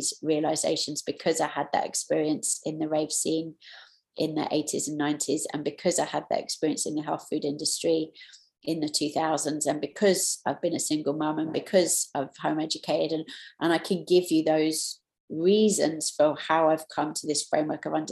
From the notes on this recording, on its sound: taken from the New Year Online Retreat